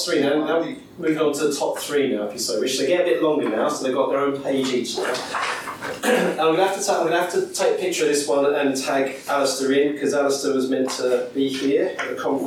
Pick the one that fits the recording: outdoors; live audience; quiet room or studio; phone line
live audience